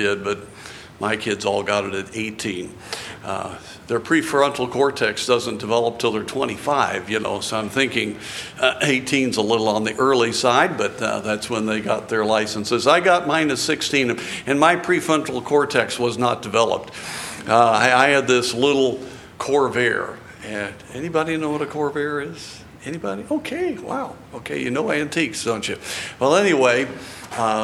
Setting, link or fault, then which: setting, large echoing room